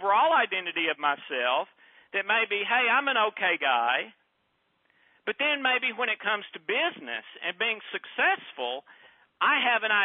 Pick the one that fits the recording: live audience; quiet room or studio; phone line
phone line